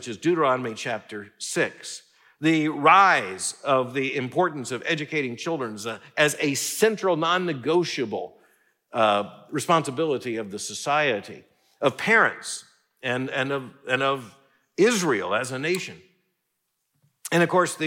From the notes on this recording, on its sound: The event was a part of the International Alliance for Christian Education’s 4th annual conference on the campus of Southwestern Seminary.